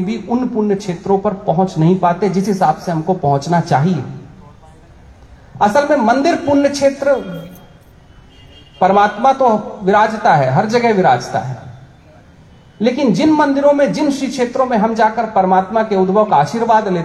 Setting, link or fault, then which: setting, outdoors